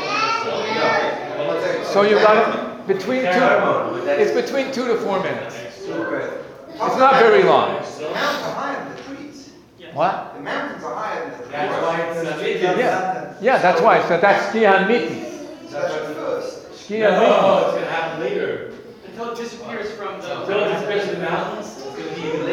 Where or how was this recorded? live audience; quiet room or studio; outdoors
live audience